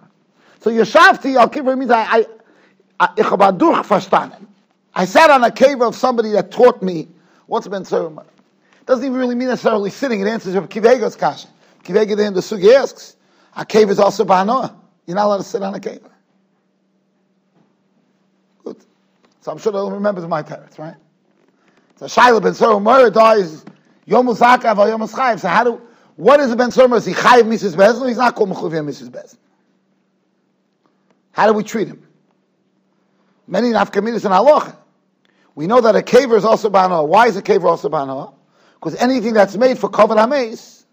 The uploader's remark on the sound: Shiur recorded in Yeshivas Ohr Reuven, Monsey, NY.